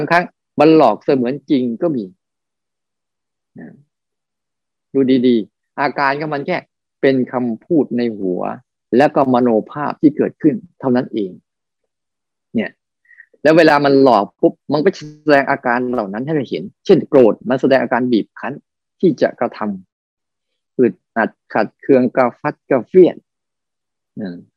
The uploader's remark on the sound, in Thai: คอร์สออนไลน์ (ผ่านโปรแกรม Zoom)